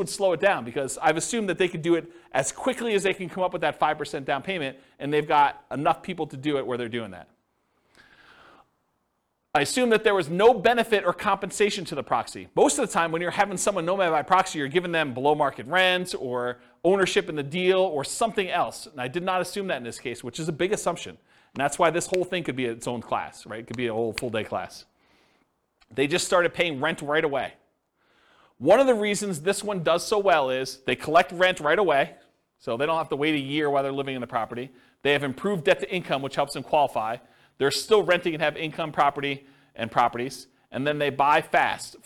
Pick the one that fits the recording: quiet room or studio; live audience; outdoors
live audience